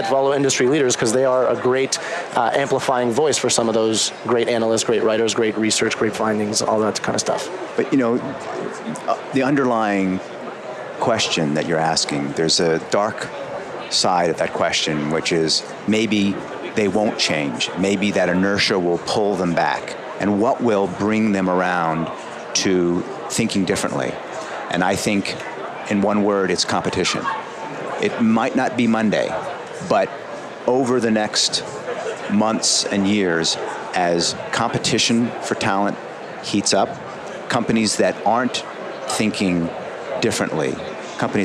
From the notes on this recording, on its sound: LIVE from Las Vegas, at #HRTechConf.